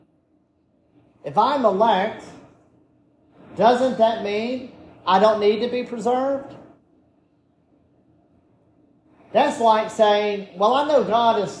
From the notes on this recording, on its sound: This sermon was preached at Bethesda Presbyterian Church